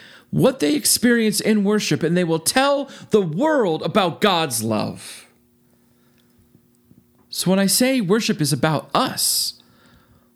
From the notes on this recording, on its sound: This sermon was preached at Faith Lutheran Church in Gardner, MA.